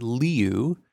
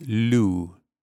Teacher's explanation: L-E is le, L-I-U is lu. So don't try to pronounce the I as a separate sound. · Shown in: second take · It's not liu, it's just lu.